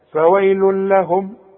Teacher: ضمتين بعدها لام ما غنش · Term: الادغام الكامل بدون غنة